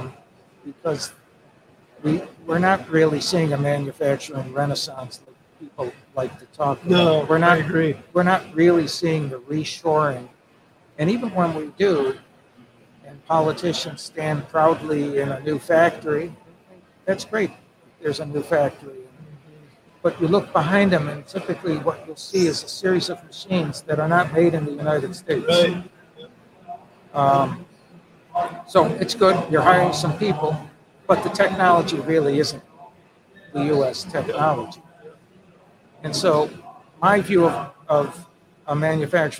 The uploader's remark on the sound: In the middle of the afternoon during our full day of livestreaming from the American Gear Manufacturers Association's Motion + Power Technology Expo at Huntington Place in Detroit.